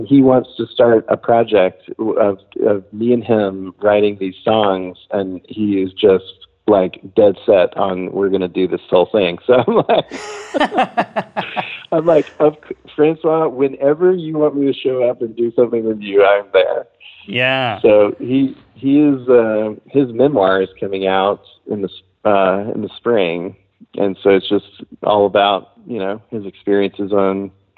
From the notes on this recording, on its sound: talks on the phone